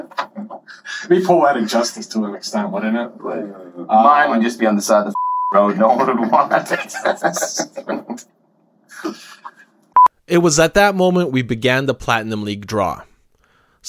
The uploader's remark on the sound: recovered from a laptop room recording, please excuse the restored audio quality